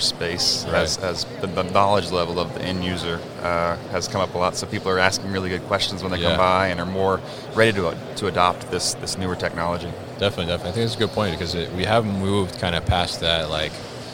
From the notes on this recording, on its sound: Mobile Industrial Robots at MODEX